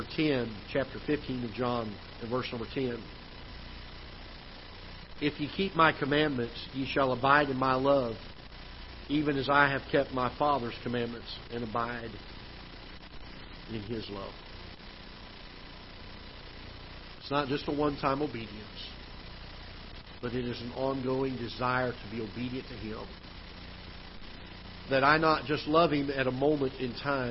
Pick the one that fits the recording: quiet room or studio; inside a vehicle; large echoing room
large echoing room